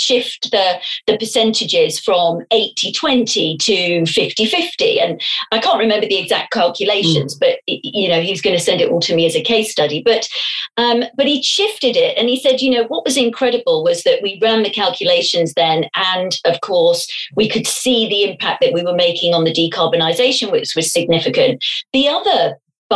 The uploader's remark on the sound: In this episode, we were interviewed for a live ‘ MarketingKind Digital Fireside ’ session. Our podcasts are recorded purely via online conferencing platforms, we apologise for any minor sound quality issues.